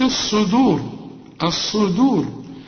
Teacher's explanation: الصاد دي انا مفخمة، لكن الدال في عموم القرآن مرققة